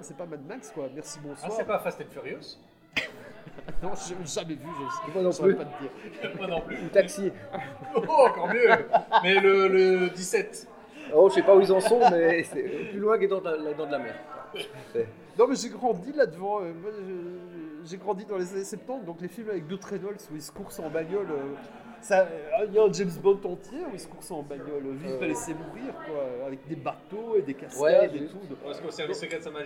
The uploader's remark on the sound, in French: A été enregistrée au Bier Circus (bar situé rue de l'Enseignement à Bruxelles, dans le quartier du Cirque Royal). En mode "conversation de bistrot".